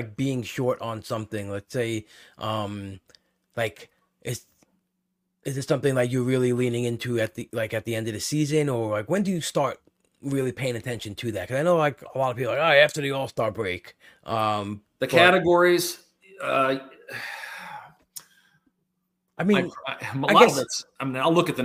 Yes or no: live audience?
no